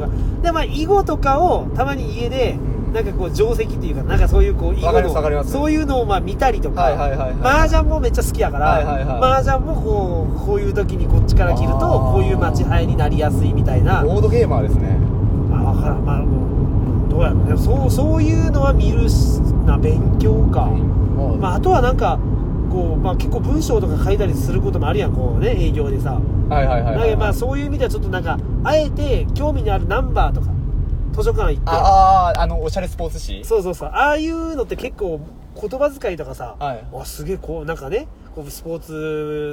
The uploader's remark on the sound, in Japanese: 仕事終わりの営業車の中で、いつものようにくっちゃべっています